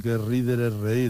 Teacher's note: Hombre, no voy a explicar por qué la D se pierde, pero porque cae. Una sonora entre dos vocales se pierde